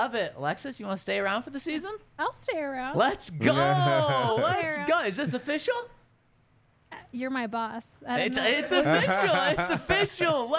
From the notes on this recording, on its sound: coming to you LIVE from the DNVR Bar